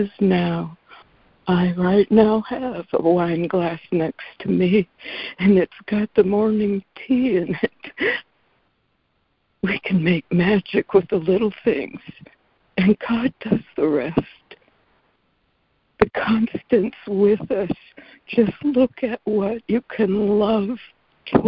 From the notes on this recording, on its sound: ACIM Daily Conference Call